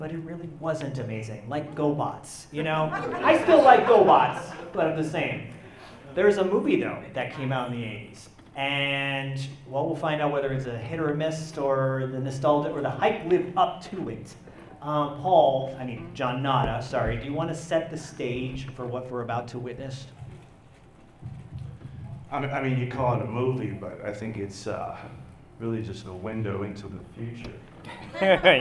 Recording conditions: live audience